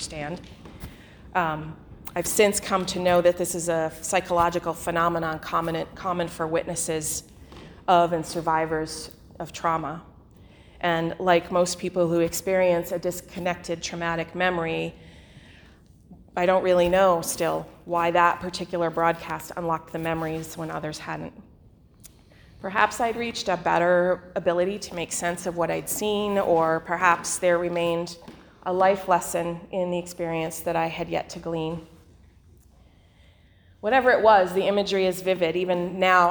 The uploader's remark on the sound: The following sermon was delivered on Sunday, December 15 2019 at the Unitarian Universalist Congregation in Andover.